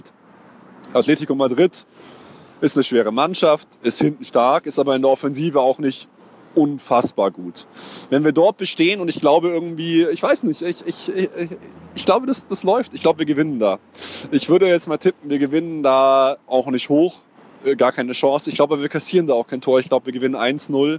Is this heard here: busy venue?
yes